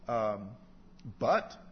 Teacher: the word butt's got a T at the end, right? That doesn't have a burst of air after it, and it's got another symbol.